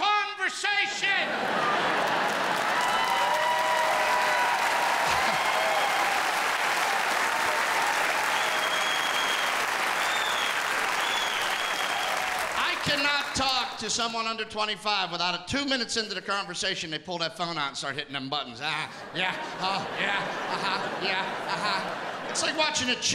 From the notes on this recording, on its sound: Returns home to Pittsburgh, where all the funny began for him, in a one-hour live event that celebrates working-class America.